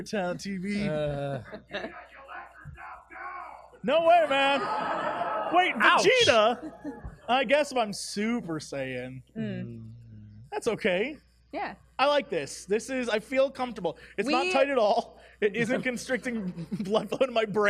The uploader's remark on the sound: Live from MomoCon [strong language]. Live from MomoCon 2017!